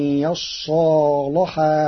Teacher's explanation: وله التغليظ والترقيق في اللام لوجود الألف بين الصاد واللام